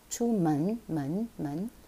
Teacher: it's not men. It's not like men in English. It's 门. It's more of a schwa.